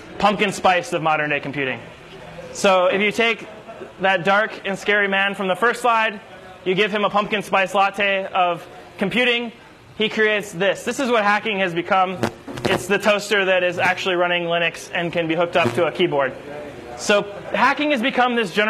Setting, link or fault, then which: setting, busy venue